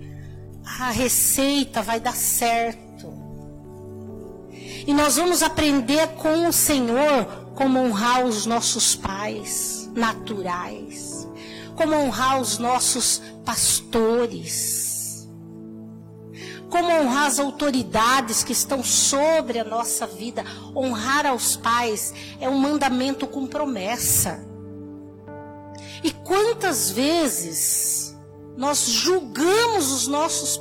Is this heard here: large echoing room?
yes